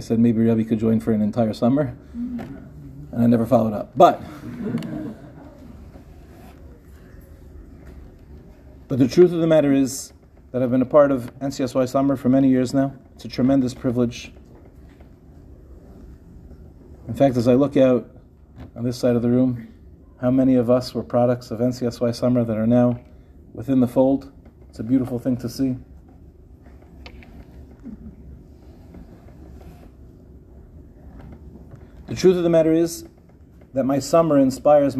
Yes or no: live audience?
yes